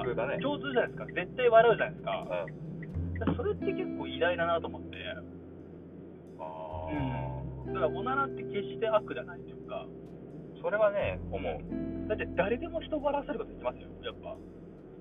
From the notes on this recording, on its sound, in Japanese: 熊本車中収録シリーズ最終回